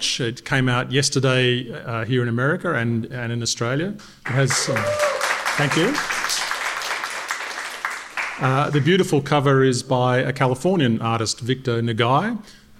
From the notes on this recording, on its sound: Recorded Wednesday, October 2nd at the American Bookbinders Museum in San Francisco